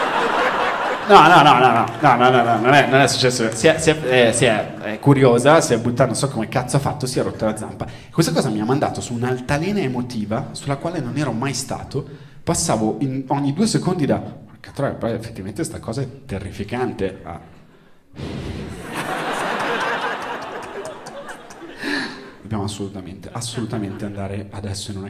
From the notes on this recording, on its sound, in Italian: Registrato al Teatro Puccini di Firenze